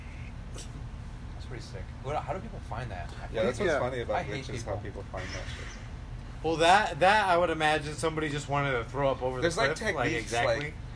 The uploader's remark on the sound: HEADPHONE WARNING!